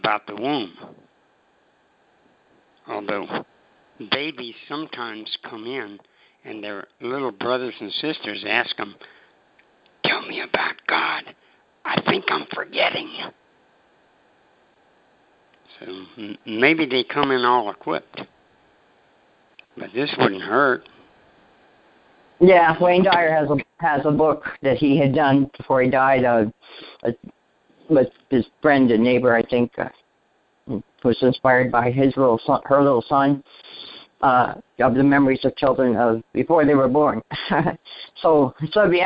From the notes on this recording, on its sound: ACIM Daily TEXT Conference Call.